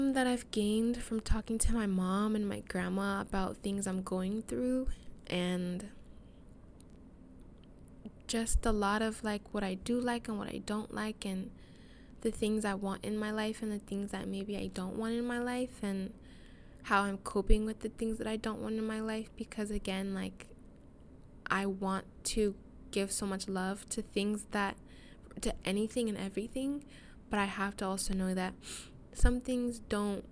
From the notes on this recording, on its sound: I'm so sorry for the wind sounds, aghhh I lost my fluffy mic thingy